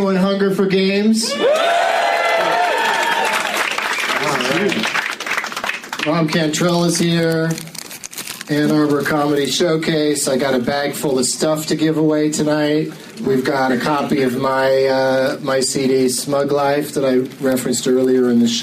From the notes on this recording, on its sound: against audience members at the Ann Arbor Comedy Showcase